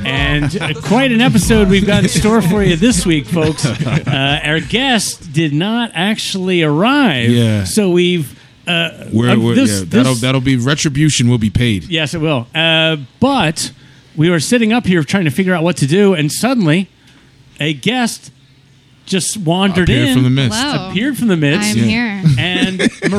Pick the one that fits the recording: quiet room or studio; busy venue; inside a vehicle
busy venue